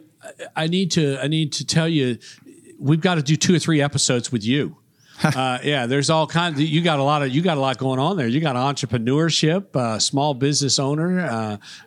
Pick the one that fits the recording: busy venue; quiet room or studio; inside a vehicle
busy venue